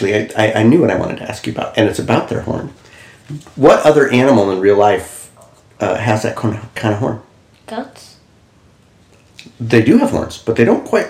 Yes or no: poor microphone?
yes